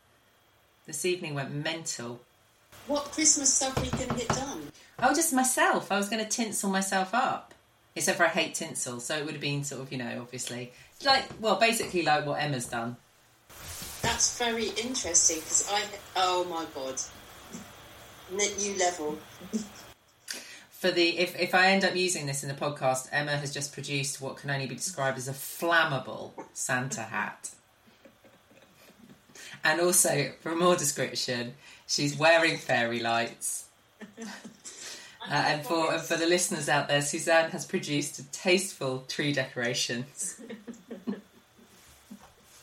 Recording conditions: poor sound quality